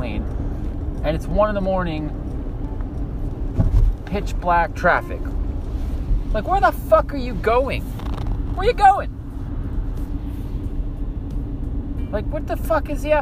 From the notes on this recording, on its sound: Driving home from work talking to myself like a psycho...